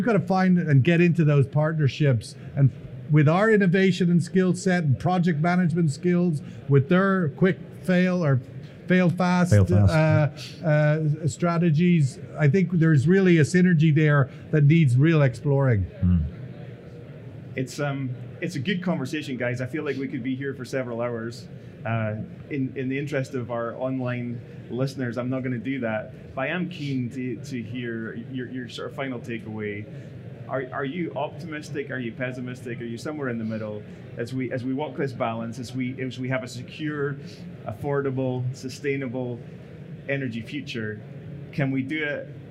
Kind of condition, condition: setting, busy venue